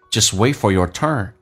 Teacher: Wait 的 T 也不发音